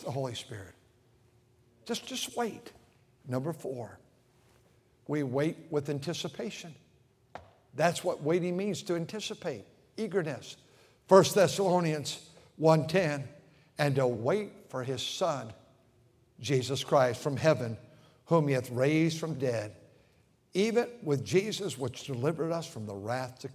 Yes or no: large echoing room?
yes